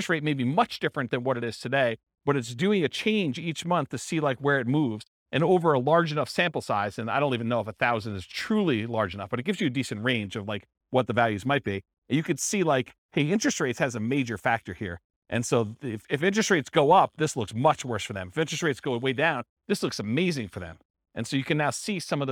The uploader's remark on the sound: This was a live class recorded